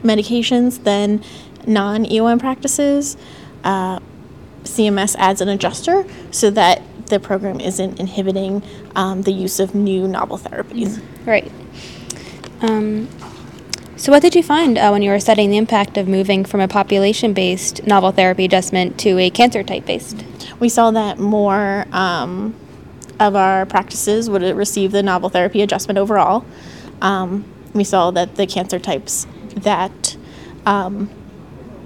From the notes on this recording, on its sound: Listen in to this podcast recorded live at the American Society of Clinical Oncology (ASCO) Annual Meeting.